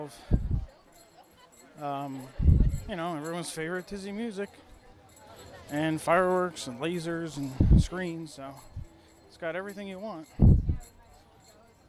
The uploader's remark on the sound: This is a show recorded live inside EPCOT, taking in the sounds and details of this special day.